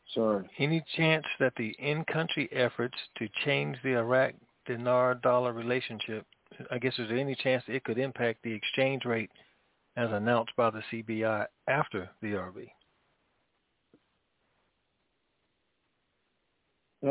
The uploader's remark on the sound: TNTSuperfantastic Conference Call.